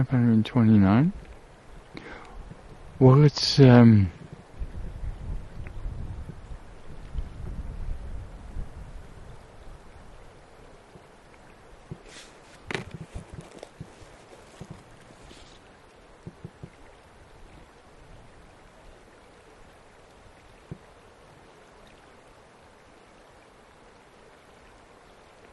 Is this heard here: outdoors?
yes